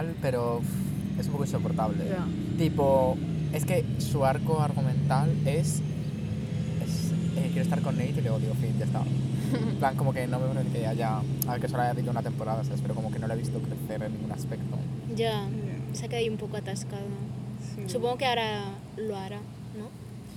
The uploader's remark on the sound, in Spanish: Episodio grabado en el parque